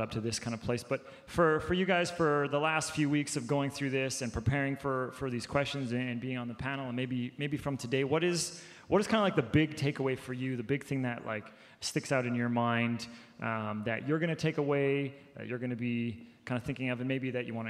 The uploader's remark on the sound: Our panel of ministry staff took the stage